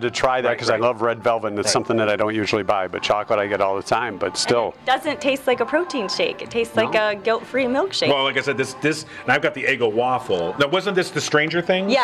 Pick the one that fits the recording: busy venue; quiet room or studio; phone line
busy venue